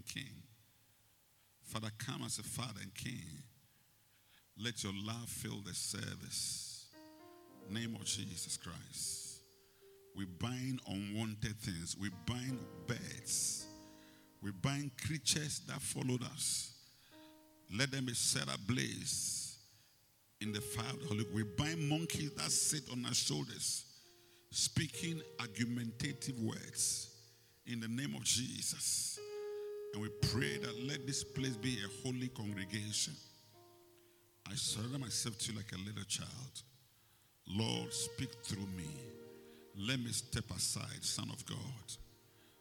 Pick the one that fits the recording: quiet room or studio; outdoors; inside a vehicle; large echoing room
large echoing room